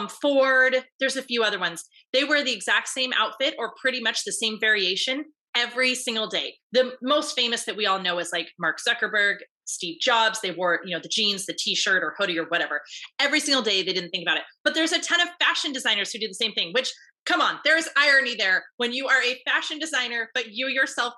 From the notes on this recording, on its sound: Today you get to jump into a part of live group coaching call from inside my paid group coaching membership.